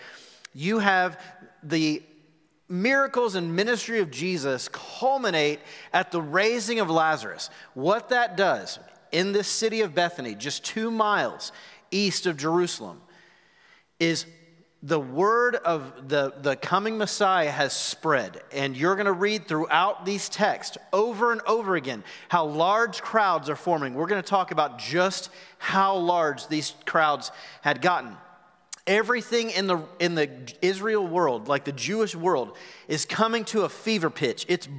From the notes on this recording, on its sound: Recorded live at The Fellowship at Two Rivers on March 28, 2021.